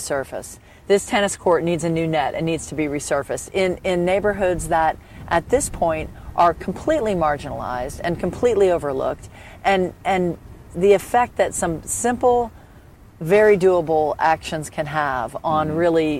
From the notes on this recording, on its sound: filmed from the banks of the Mississippi River in Norco, Louisiana